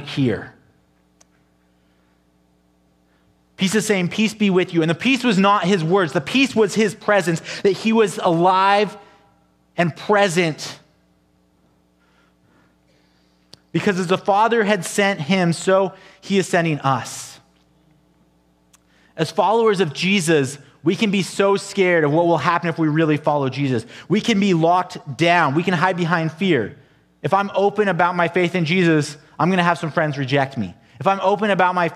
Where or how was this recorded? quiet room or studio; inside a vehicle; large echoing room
large echoing room